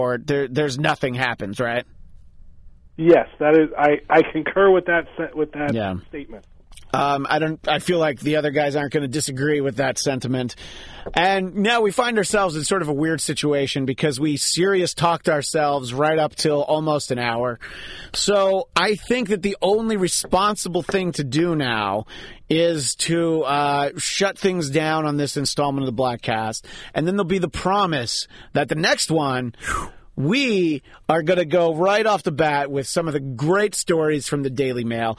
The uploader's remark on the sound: joined on the phone